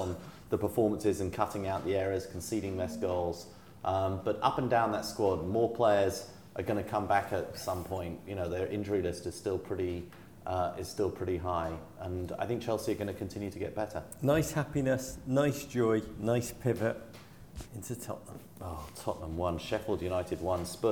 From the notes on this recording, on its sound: Live in Liverpool